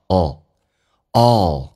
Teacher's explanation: L 这个发音是舌尖抵住你的上齿龈